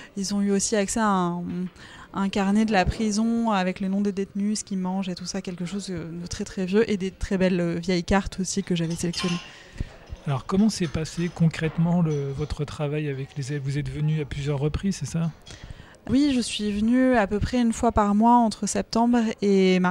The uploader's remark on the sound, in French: Aux Archives de Corse. Un échange enregistré lors de l'édition 2023 du festival BD à Bastia.